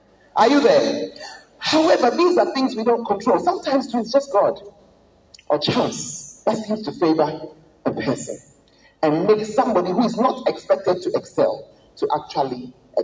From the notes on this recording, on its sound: Preached at the Word Alive Service